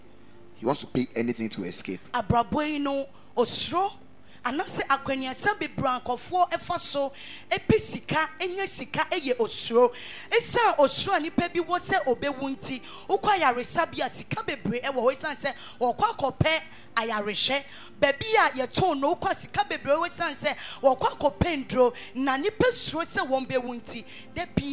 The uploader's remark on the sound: Preached at a Wedding Service at the Ekklesia Temple.